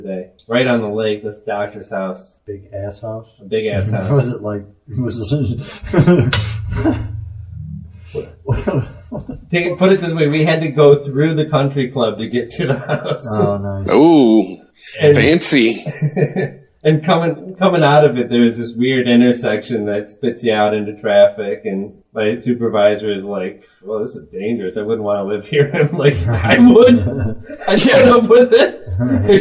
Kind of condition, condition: fault, poor sound quality